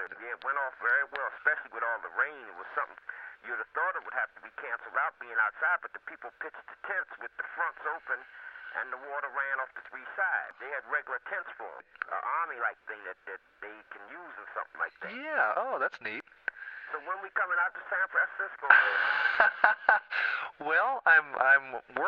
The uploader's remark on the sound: Phone call